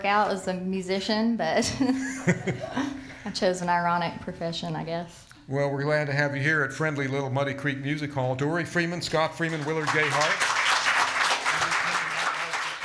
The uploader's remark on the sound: ATBR Live Recording